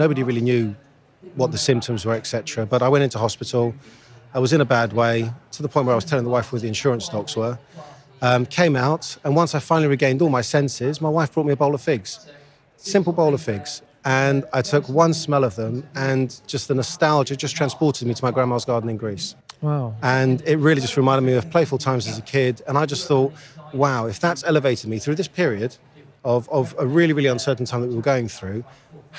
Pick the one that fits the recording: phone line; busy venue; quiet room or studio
busy venue